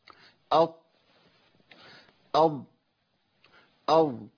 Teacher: الضاد ده ضاد يا شيخ من حافه اللسان مع الاضراس العليا، مالهاش دعوه بمقدمه اللسان خالص، بس شوفوا كده هتلاقوا مقدمه اللسان هي اللي بايه؟